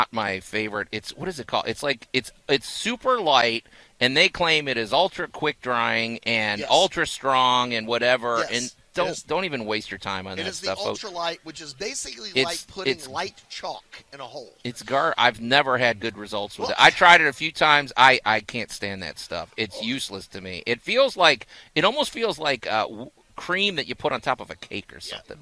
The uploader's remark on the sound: Live From The 2023 Cooper-Young Festival